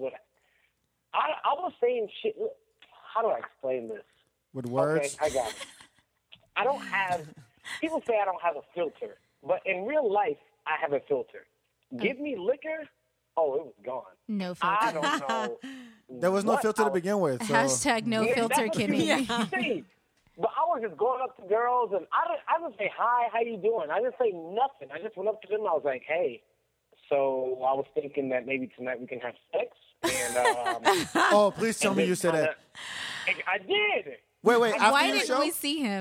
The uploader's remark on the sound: We take calls from listeners including one live from a bar!